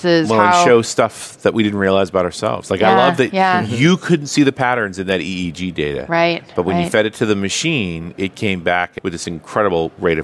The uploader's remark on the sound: while at the NDC conference in Oslo